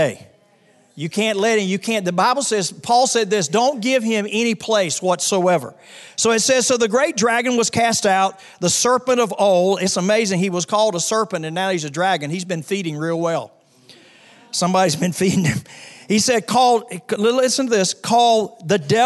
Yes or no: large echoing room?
yes